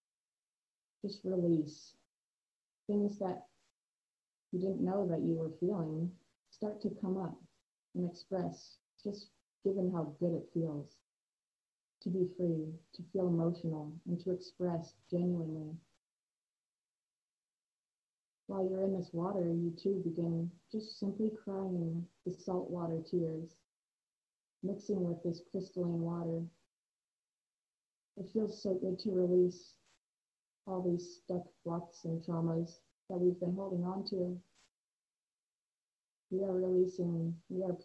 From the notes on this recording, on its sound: I want to first apologize for the audio quality that occurred during this recording.